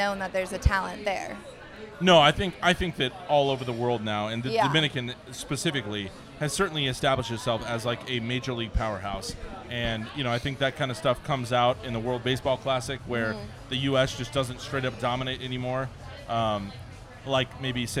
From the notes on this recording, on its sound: We posted up and received the king's treatment from Social Tap just outside of Petco Park. We posted up and received the king's treatment from Social Tap just outside of Petco Park.